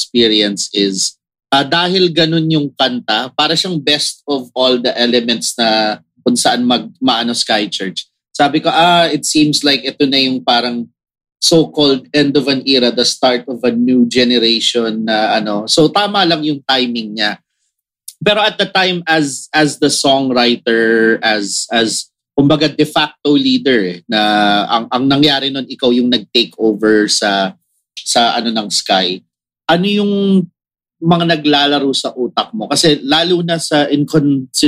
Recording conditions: video call